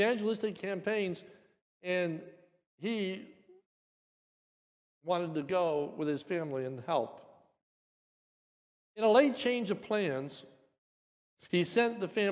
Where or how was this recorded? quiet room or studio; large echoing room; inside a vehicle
large echoing room